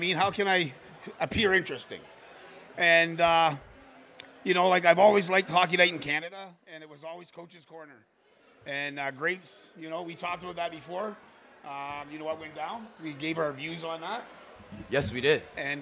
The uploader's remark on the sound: Live taping at The Locker Room Studio at Bottomline Sports Bar